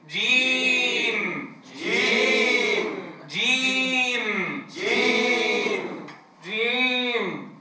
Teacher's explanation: يخرج من وسط اللسان مع وسط الحنك الأعلى